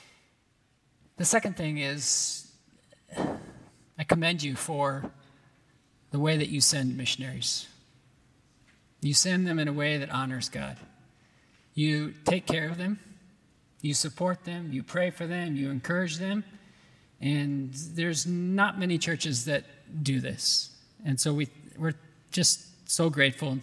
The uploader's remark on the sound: at the 2022 RBC missionary conference